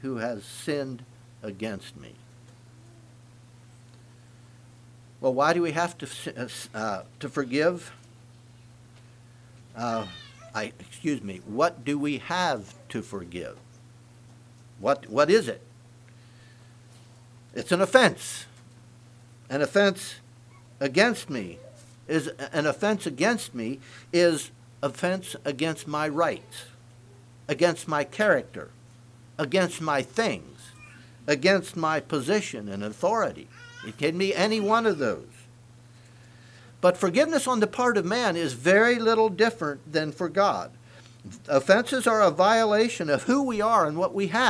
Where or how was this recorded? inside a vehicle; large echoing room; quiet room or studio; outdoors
large echoing room